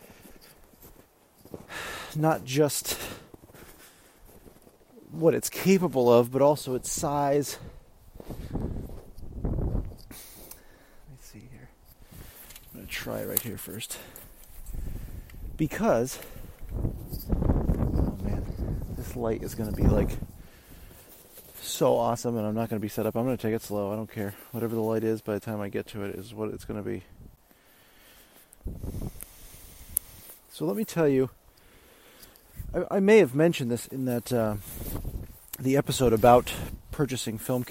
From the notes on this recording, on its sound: I decided to just let the audio run while I went out for my entire shoot